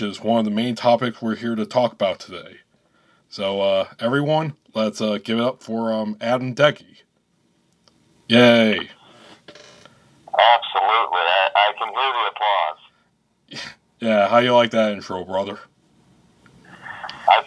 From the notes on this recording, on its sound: Recorded via phone. In Grand Rapids, Michigan.